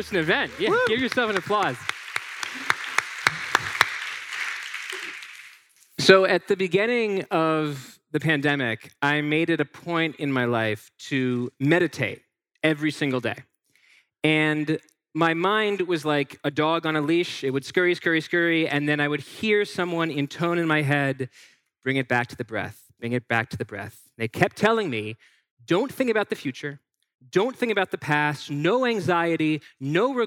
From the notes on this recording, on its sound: This episode was recorded in front of a live audience at the Sixth & I historic synagogue in Washington, D.C.